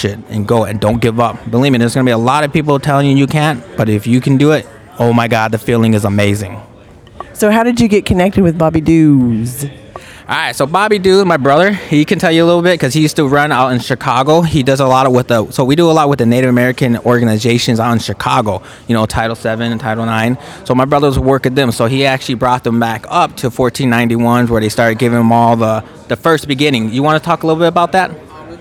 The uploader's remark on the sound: Live from deadCenter